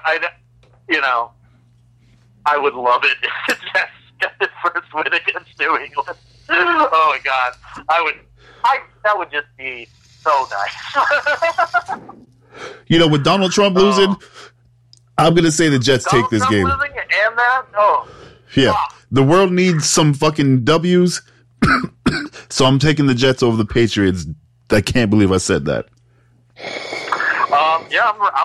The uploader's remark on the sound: phones